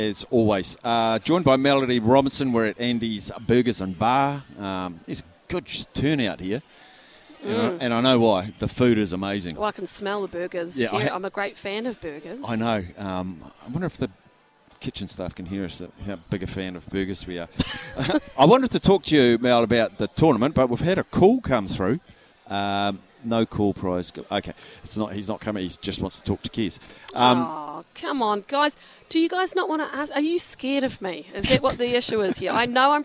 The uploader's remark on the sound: LIVE from Andy's Burgers & Bar